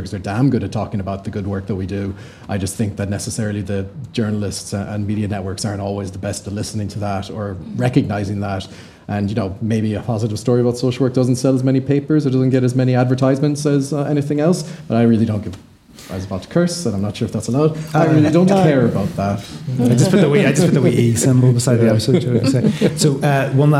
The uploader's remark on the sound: This very special episode was recorded live in front of an audience on Monday 12 June, ahead of the BASW UK conference at Conference Aston in Birmingham.